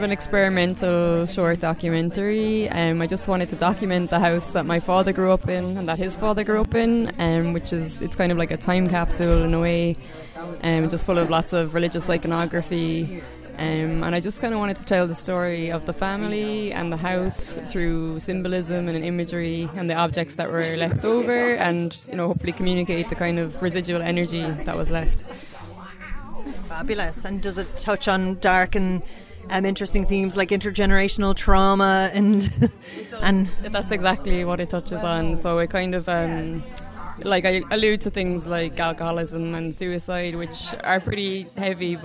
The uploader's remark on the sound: On the Ground at IndieCork Film Festival